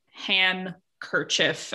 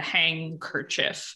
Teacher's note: when you get NK or NC, the ung sound pops up in the middle, just like in words like drink and ink and all of those other words.